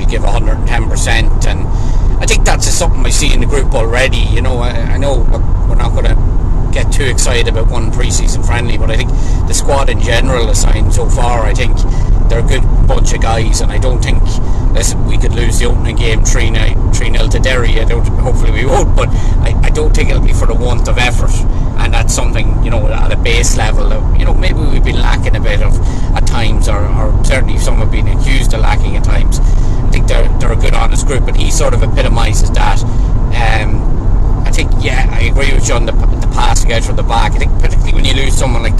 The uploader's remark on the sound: Recorded on the road home from Cork.